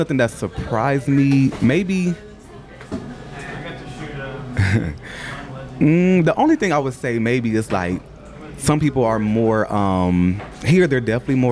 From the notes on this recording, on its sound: Recorded at a busy Starbucks